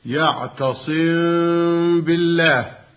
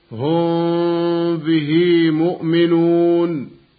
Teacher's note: الأولى والأصح هو إخفاء الميم الساكنة وجوبا قبل الباء · Term: الإخفاء الشفوي